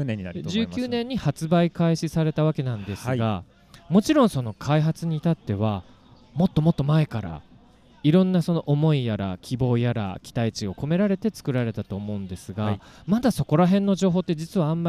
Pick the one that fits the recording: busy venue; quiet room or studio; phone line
busy venue